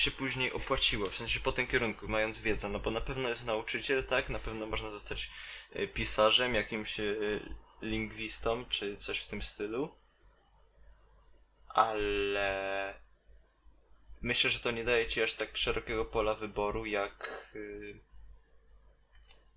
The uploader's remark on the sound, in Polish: Przepraszamy za problemy dźwiękowe